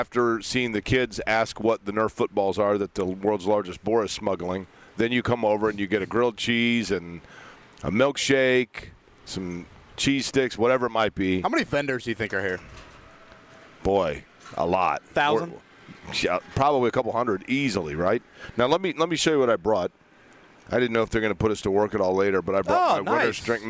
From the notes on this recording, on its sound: Live on the scene today from the Indiana State Fair's opening day. A grilled cheese is delivered mid interview. The interview is cut short due to rainy weather. Segment 3 is shortened up due to having to move inside because of the poor weather. Phone cuts out mid interview.